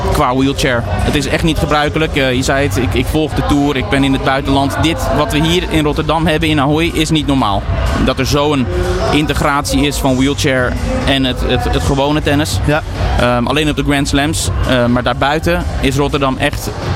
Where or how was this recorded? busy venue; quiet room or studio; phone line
busy venue